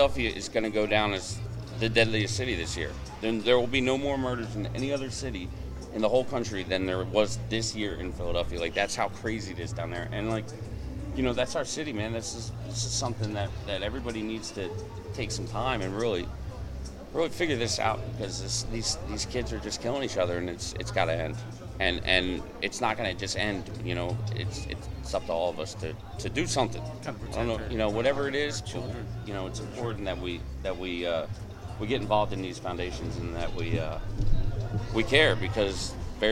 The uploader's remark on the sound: Live broadcast from One Earth Reggae Fest 2022.